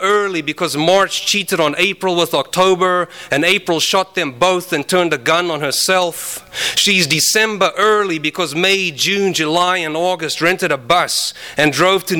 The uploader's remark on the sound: Kick off their Three Horsemen of the Apostrophe tour with an event at Skylight Books! THIS EVENT WAS RECORDED LIVE AT SKYLIGHT BOOKS SEPTEMBER 14, 2011.